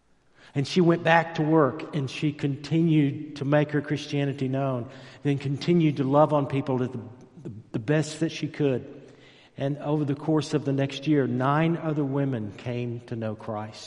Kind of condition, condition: setting, large echoing room